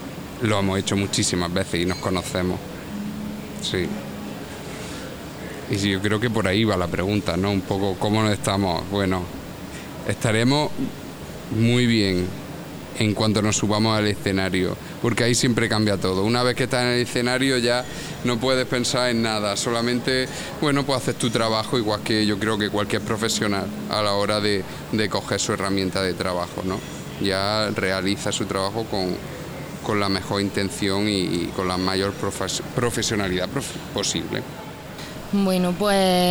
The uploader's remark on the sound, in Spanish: una conversación grabada tras bastidores, previa a su presentación en New City Brewery in Easthampton, MA